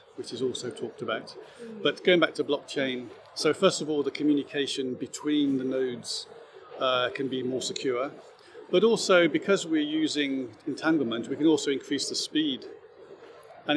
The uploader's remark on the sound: Recorded 7 th June 2023, 1pm, Quantum Summit, Singapore Expo. Recorded 7 th June 2023, 1pm, Quantum Summit, Singapore Expo.